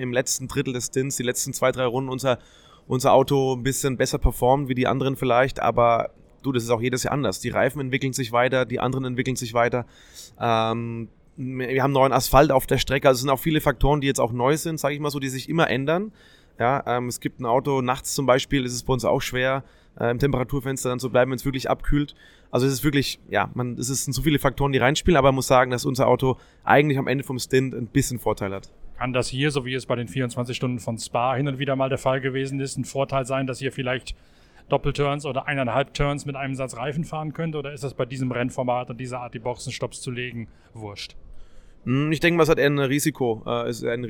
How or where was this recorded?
busy venue